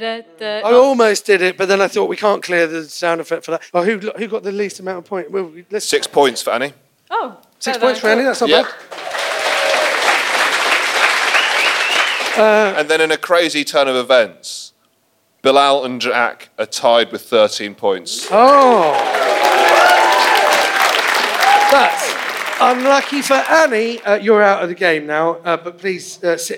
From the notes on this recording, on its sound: in front of a live audience